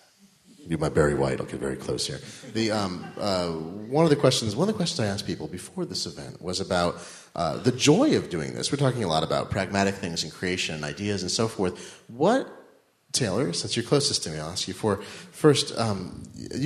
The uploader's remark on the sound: Recorded Live In Brooklyn. We recorded a special live episode of The New Disruptors in Brooklyn's fantastic DUMBO district in the Galapagos Art Space as part of the Nearly Impossible conference.